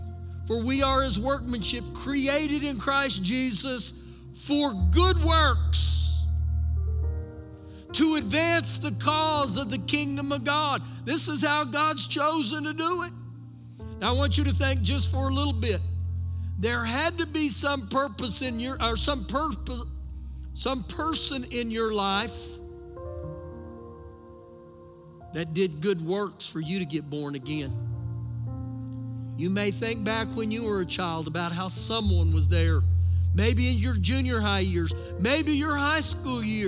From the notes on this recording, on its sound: Recorded live during our Sunday morning service.